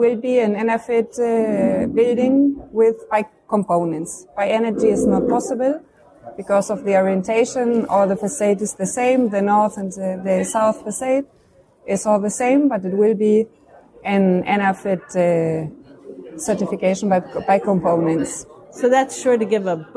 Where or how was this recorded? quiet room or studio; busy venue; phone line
busy venue